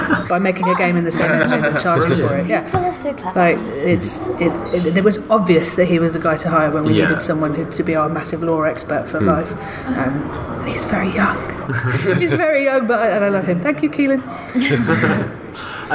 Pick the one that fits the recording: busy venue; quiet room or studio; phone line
busy venue